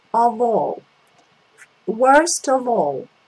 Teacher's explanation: Pay attention to this V sound. It's not F.